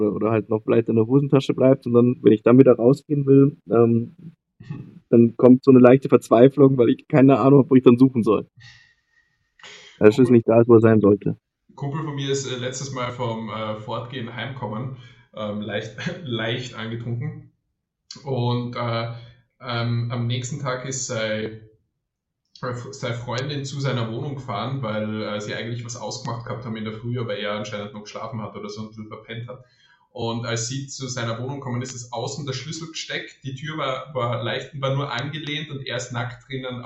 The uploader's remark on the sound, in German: Mangelhafte Tonqualität. Ist mal wieder unterwegs. Sollte die Tonqualität nicht die allerbeste sein, sorry, aber wir mussten ein bisschen improvisieren.